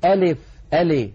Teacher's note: أيضا بعض إخواننا يقولون ألف ألي بإمالة، ألف بدل أن ينطقوا اللام مكسورة ينطقونها بحركة ممالة ألف، فلا يصح أن نقول ألف ولا يصح أن نقول أليف.